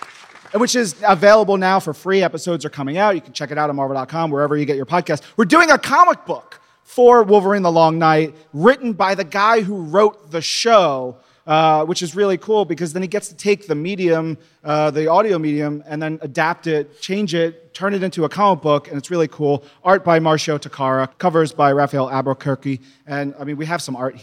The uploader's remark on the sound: Live at New York Comic-Con 2018